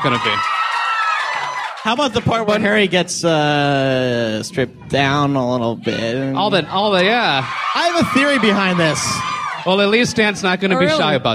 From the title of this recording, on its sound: LeakyMug Live from Prophecy 2007